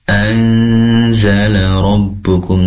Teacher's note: nun sukun bertemu dengan zai, tentunya ikhfa. Ada dengung di sana.